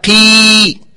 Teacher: الياء قي، هذا الصوت يخرج من الجوف